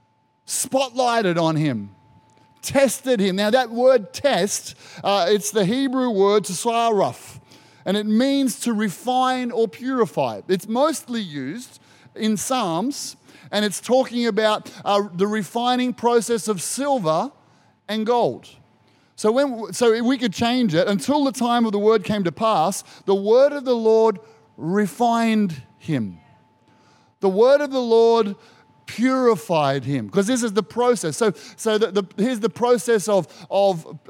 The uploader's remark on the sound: Recorded during our 9am service on Sunday, the 2nd of April 2023